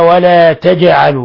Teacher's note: قوله تعالى ولا تجعلوا، الجيم ساكنة قلقل لأنها من حروف قطب جد